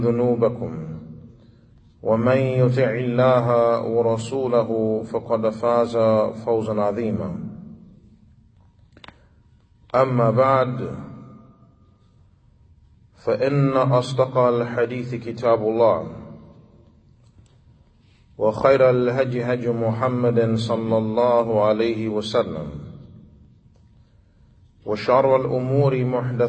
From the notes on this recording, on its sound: Lecture given Masjid Nur Allah, Queens, Ny.